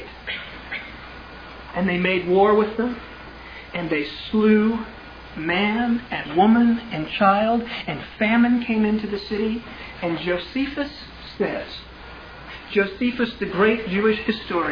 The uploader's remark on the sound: Originally delivered on 4 June 2000 at Sovereign Grace Baptist Church in Van Alstyne, TX